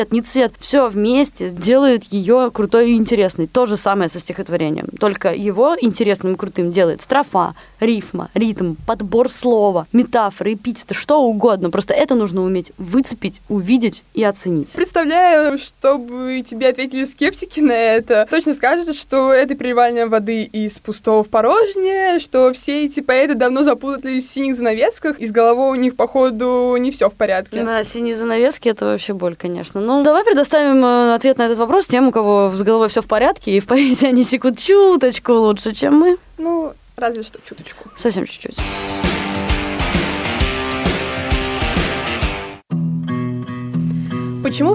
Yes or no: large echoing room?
no